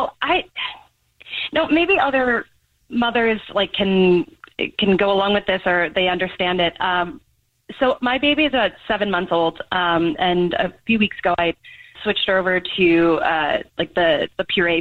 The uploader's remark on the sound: There is a listener on the phone who wants to tell us a Dirty Little Secret.